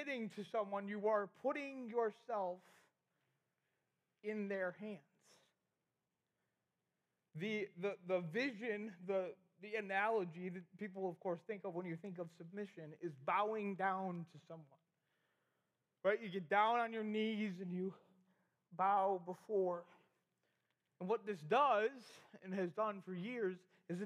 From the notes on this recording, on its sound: we had the middle school rally recorded!